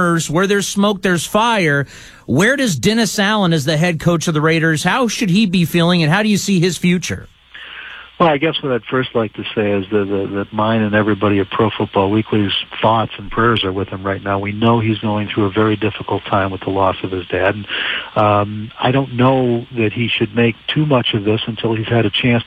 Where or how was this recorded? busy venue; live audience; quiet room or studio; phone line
phone line